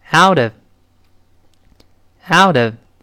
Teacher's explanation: 这个 out 跟后面轻读的这个 of 连读之后呢，中间这个字母 T 在浊化，就发出这么一个声音来